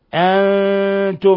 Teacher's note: نون ساكنة جاء بعدها التاء، إخفاء حقيقي